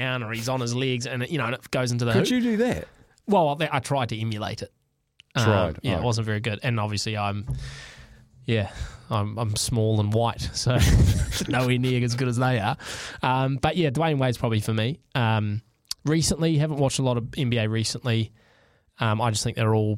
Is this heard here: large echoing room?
no